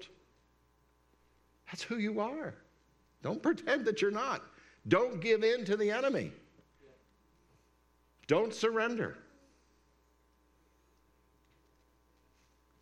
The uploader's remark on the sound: This message is part of a series at Word of Grace Fellowship. We’re located at 603 S 5th St, Indiana, PA.